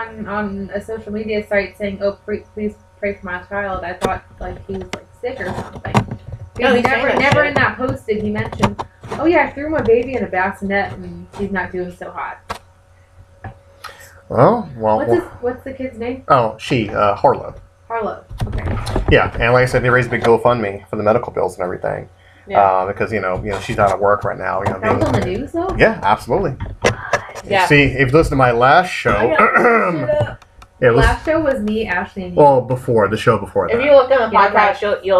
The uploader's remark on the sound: We do apologize for the irritating scratching noise. It's the beauty of live podcasting!